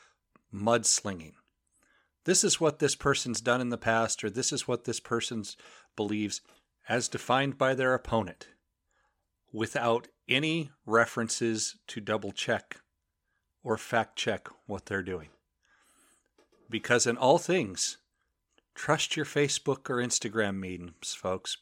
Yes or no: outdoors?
no